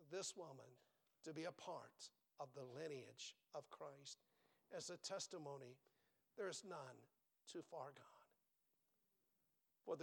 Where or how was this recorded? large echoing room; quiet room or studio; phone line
large echoing room